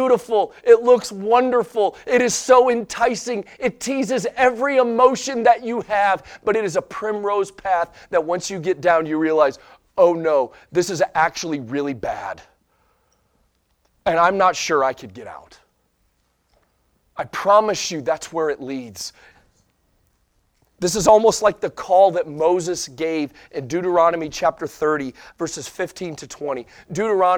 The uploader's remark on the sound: Sunday Morning Sermon Audio